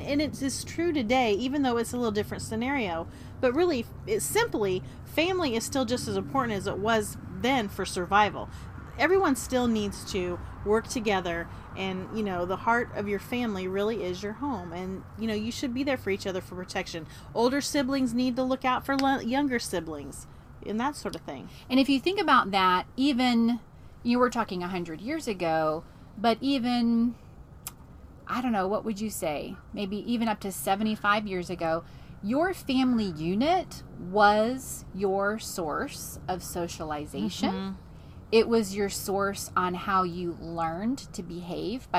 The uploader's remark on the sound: The replay is a live recording by the Roadschool Moms team from the back porch and behind the wheel. Broadcasts from central Florida.